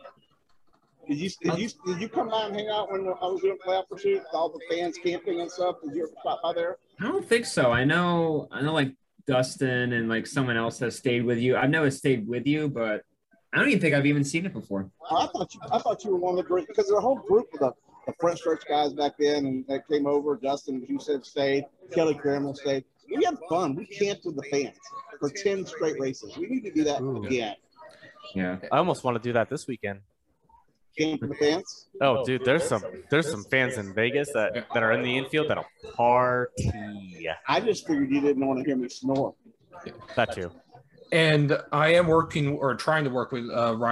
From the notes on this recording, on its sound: From the South Point Sportsbook. Live from the South Point Hotel, Casino & Spa Sportsbook.